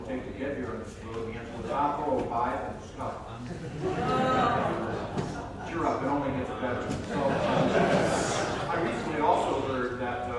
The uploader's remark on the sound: This is a recording of the chair debate for the LNC held at the California Libertarian convention in Long Beach